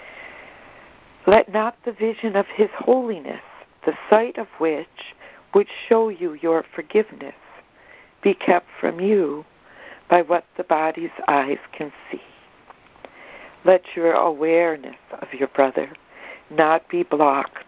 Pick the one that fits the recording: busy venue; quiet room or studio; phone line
phone line